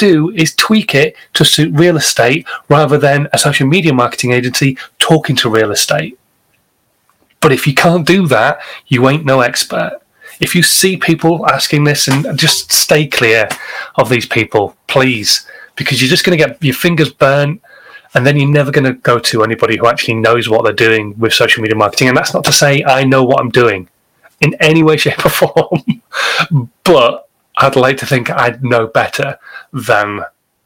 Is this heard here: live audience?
no